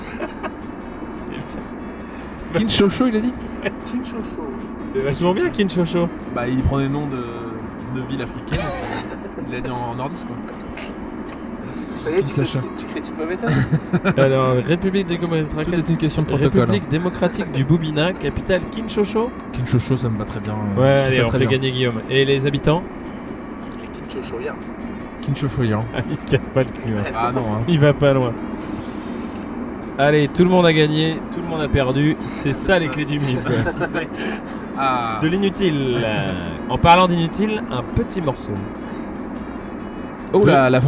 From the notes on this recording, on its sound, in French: Enregistré cette fois-ci sur la route du retour. Une certaine fatigue palpable.